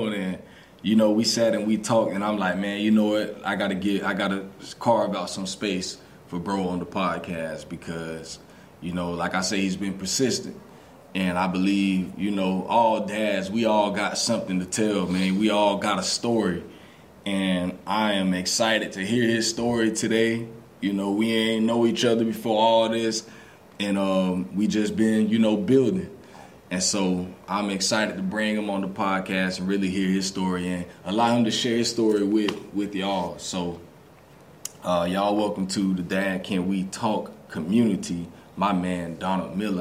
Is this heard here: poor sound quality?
no